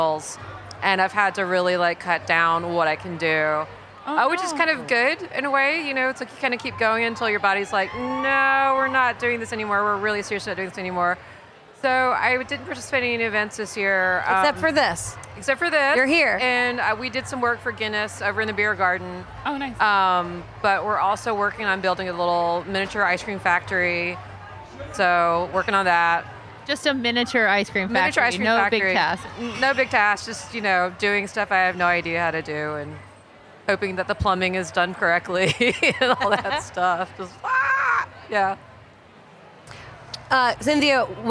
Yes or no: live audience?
yes